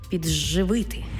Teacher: «Ди» плюс «жи» утворюється звук «джи».